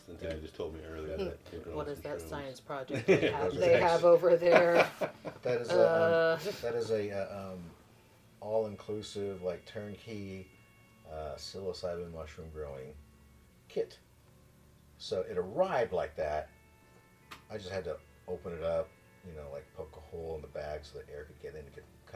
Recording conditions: poor microphone